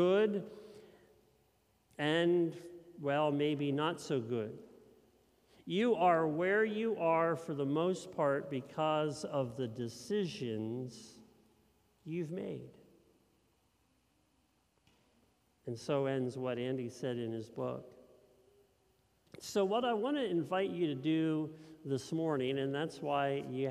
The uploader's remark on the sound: This message was first preached at Linglestown Life on 1/1/2023